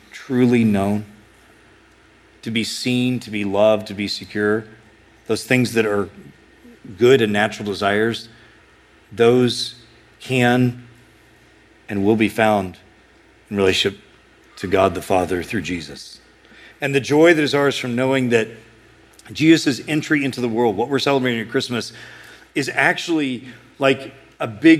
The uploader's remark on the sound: A sermon preached at Sojourn East